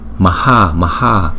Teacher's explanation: Chữ A có dấu gạch ngang chúng ta đọc dài hai nhịp.